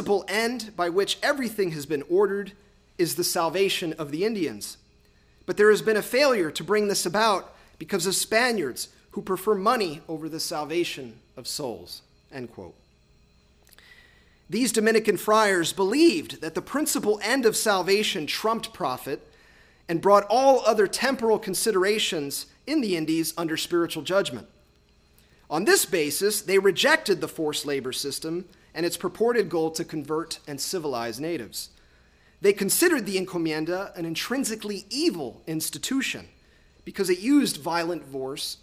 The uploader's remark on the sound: Lectures on April 5, 2018 at the University of Chicago's Swift Hall.